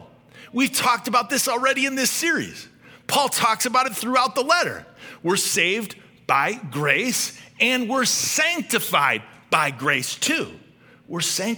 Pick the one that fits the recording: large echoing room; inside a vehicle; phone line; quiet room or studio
large echoing room